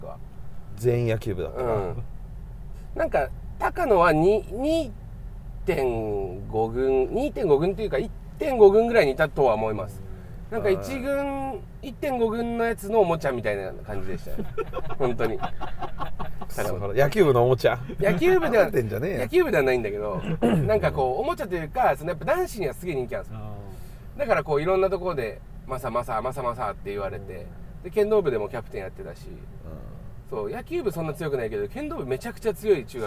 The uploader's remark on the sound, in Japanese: せっかくなので、以前の収録場所“木場”から、ＴＢＳラジオがある“赤坂”まで向かう車中でも収録することにしました。TBSラジオのスタジオで渾身のタイトルコール。